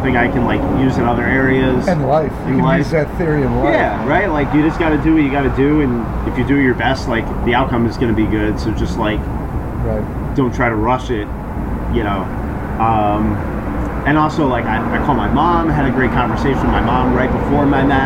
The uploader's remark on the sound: lots of the soothing sounds of cleaning equipment!